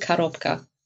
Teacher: ein unbetontes O wird wie ein A gesprochen, also Karobka.